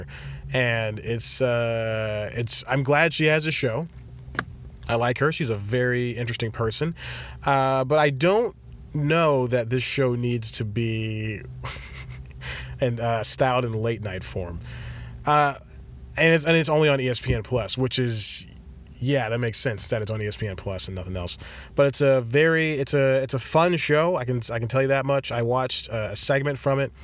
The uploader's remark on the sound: In another weird place (physically) again as he records this episode in his car.